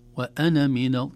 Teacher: كأنها نون فقط عليها فتحة، لا يوجد مد للنون أبدا